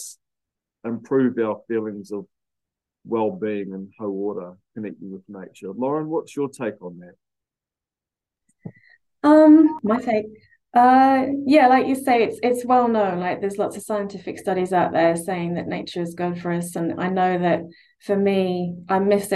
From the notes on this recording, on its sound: a recording of the live Q&A session from the LEARNZ online field trip